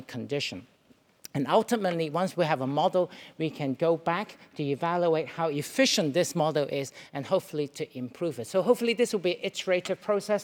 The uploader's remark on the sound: The Chronic Pain Policy Coalition brought together some of Wales’s leading pain experts at the home of the Welsh parliament (or Senedd Cymru) in Cardiff. Recorded live at the event. Where clinicians, academics, policy-makers and people living with pain came together.